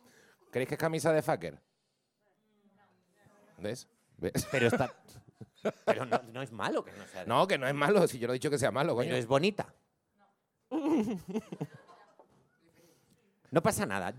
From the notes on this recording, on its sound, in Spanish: Grabado en directo en El Golfo.